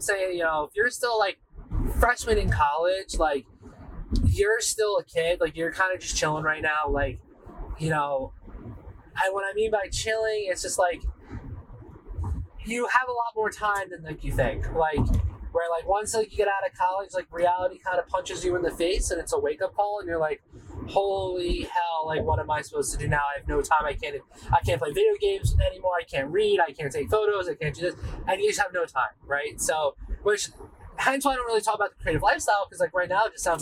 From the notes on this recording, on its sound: I did really record this while driving home from work. My setup while filming this was completely wireless. I used the Rode Wireless II mics so I was completely hands free. The audio in this podcast episode is a lot worst than all my others. No, this time I had 1 wireless mic and time alone in my car.